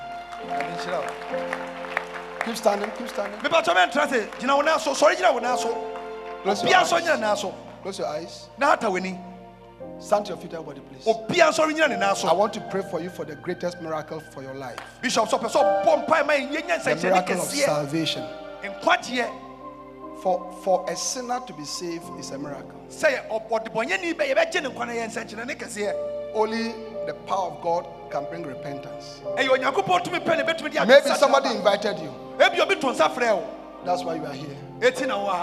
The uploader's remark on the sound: Preached during the The Jesus Encounter Healing and Miracle Service at The Life Catehdral, Ofaakor.